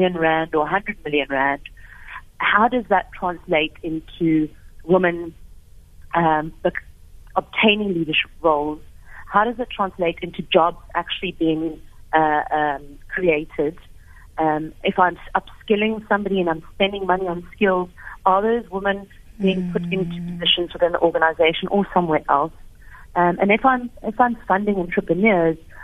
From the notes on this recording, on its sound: GUEST (Phone).